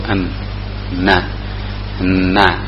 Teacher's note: keluarnya huruf itu di tarful lisan, kemudian dikenakan dengan gusi atas yang berada di atas dua gigi seri. · Term: huruf an nun